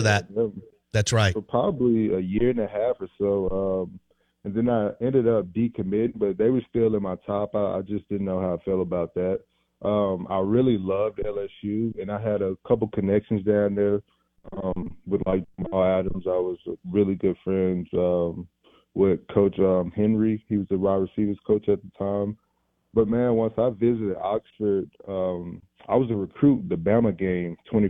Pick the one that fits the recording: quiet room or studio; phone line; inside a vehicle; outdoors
phone line